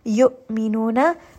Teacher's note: Hamza is going to have that abrupt stop, again with jahar.